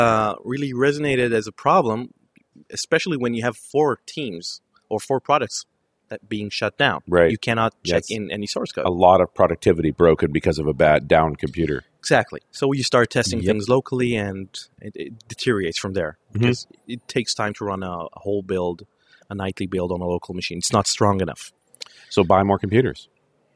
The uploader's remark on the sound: Recorded June 17th in the Fishbowl at the Norwegian Developer's Conference.